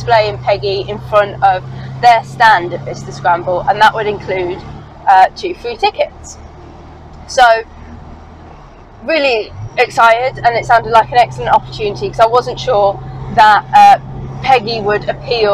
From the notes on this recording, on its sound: all recorded from my 1968 Morris Minor, Peggy